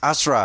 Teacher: the stress is really on the first and last syllables, and the U is a linking syllable